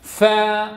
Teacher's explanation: فل فا فا، ولا أقول فا فا فا بنفخ الخدين، اعتمد على طرف الثنايا العليا مع بطن الشفة السفلى